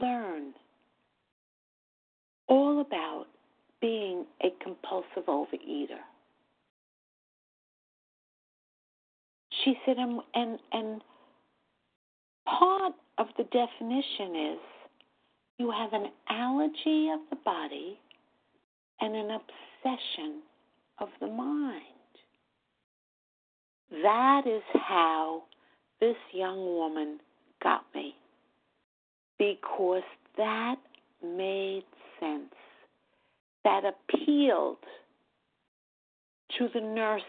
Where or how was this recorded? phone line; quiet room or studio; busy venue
phone line